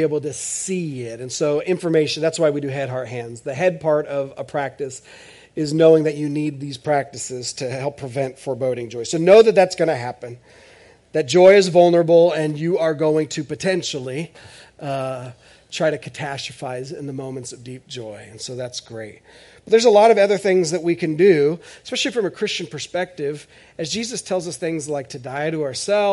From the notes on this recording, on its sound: This is audio ripped from the Live Service video.